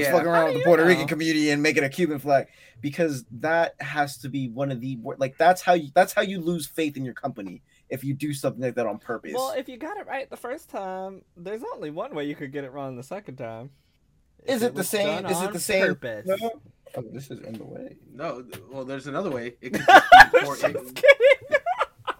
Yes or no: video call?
no